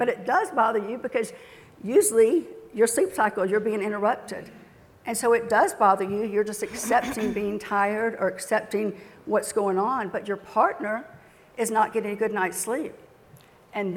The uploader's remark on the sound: Is on stage discussing dental sleep medicine in her talk “Preventing Sleep Divorce,” presented at the 2017 Glidewell Dental Symposium.